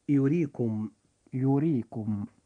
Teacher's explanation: حرف الراء في هذه الكلمة جاء مكسورا وهو في وسط الكلمة فيجب أن يرقق عند النطق · Term: الترقيق